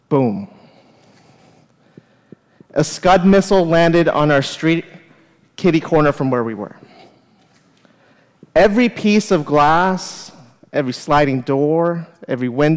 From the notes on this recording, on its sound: live at The Fremont Theater in Portland, Oregon